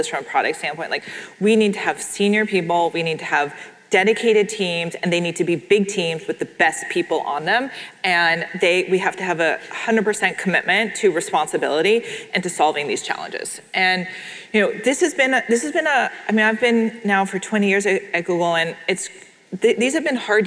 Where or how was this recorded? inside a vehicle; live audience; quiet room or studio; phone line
live audience